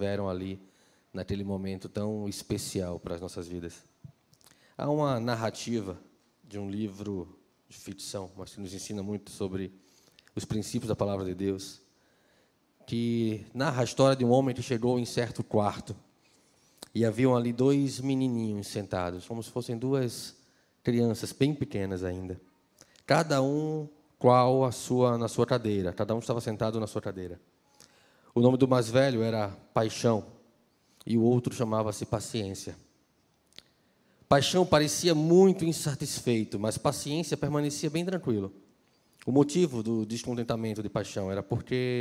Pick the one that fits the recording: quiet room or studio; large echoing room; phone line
large echoing room